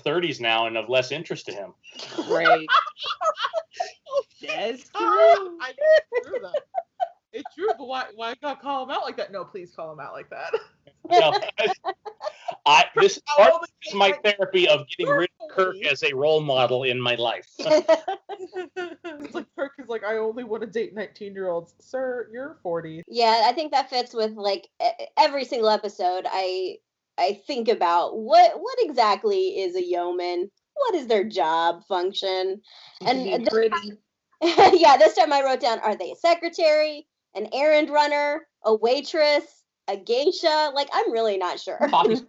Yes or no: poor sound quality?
yes